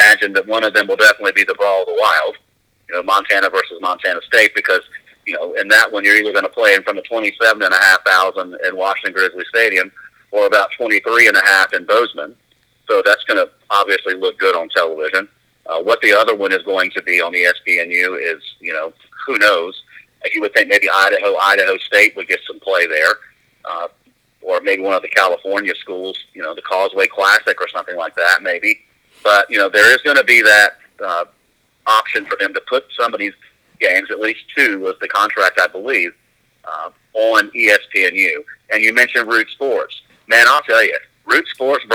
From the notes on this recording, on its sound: hopped on the phone